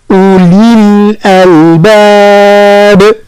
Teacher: مع إبراز الكسرة يعني ننطق الكسرة بانخفاض الفك وانخفاض الفم يعني ننطقها مش كما فتحة أولي الألباب. ثم الملاحظة الموالية الألباب